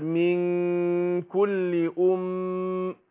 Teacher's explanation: والميم مشددة هتاخد غنة حركتين